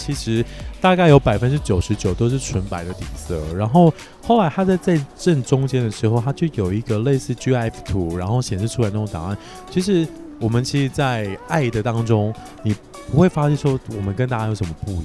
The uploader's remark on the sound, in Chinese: 實際上我們是坐在露天酒吧區錄音